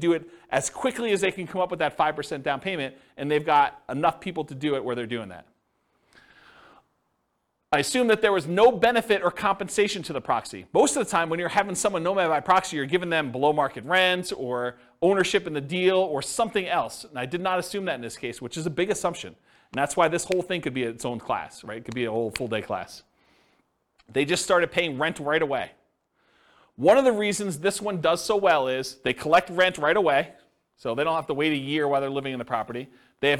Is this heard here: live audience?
yes